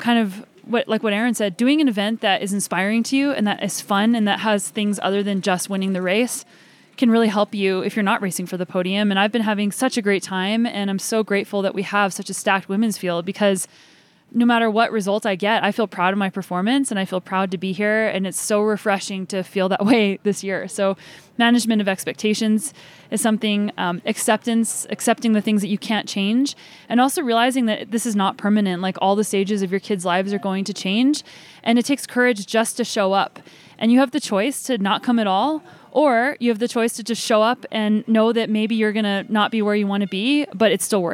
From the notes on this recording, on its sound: recorded during the Women's Cycling Summit at Breck Epic